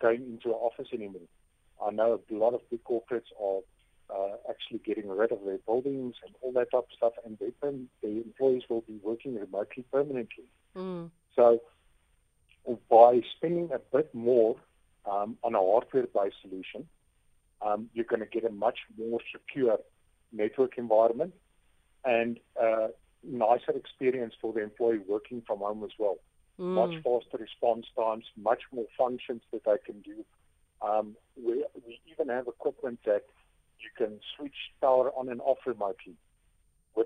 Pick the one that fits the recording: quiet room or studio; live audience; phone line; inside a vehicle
phone line